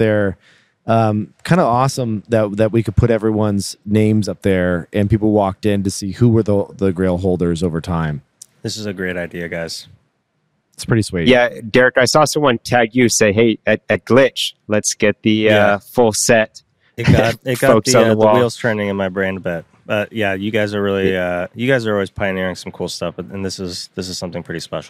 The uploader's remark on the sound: Live from the Foundry DTLA.